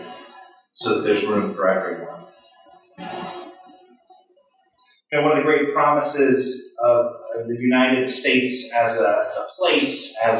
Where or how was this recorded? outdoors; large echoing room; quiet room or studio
large echoing room